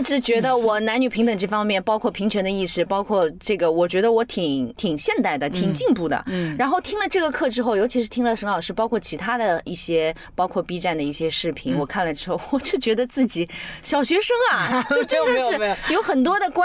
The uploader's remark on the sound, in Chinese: 这期节目是在车内完成录制的，音质居然相当棒了。